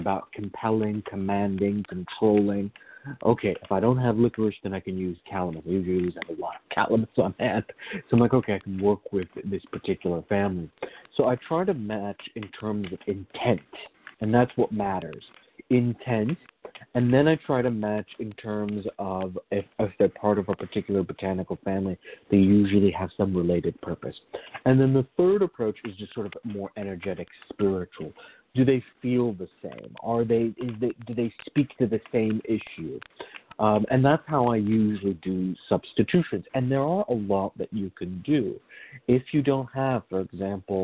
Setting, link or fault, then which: link, phone line